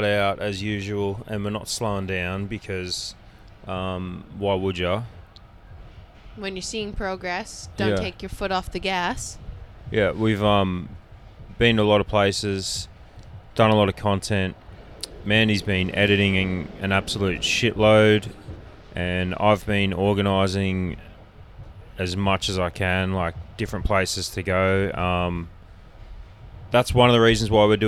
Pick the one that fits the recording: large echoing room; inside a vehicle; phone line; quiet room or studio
inside a vehicle